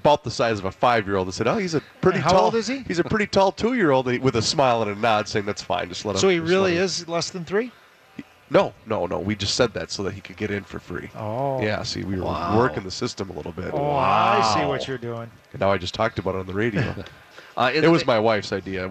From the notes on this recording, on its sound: live from the Venture Bank Minnesota Golf Show